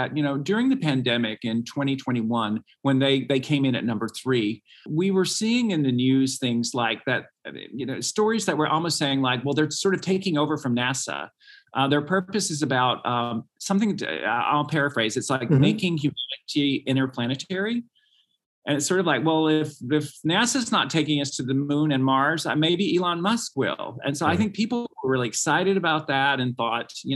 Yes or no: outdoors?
no